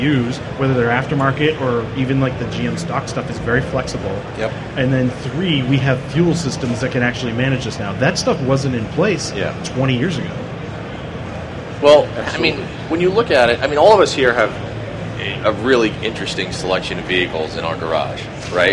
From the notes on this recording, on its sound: SEMA 2017. The jerks at Borla for purposely attempting to drown us out the entire week of recording with their egregious speaker setup. MAGNAFLOW for setting up stage space for ShoutEngine podcasts.